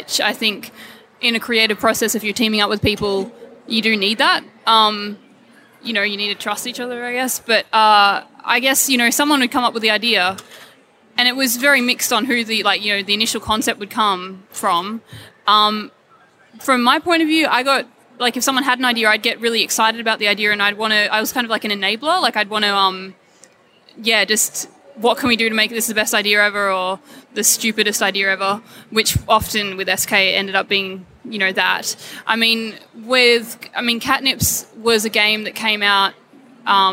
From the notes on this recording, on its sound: Live at Oz Comic Con 2017. Join us for this extended live episode.